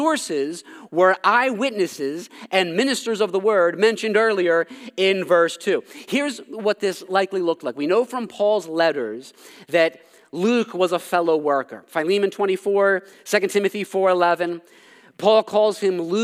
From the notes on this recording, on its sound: This sermon was preached at Covenant Fellowship Church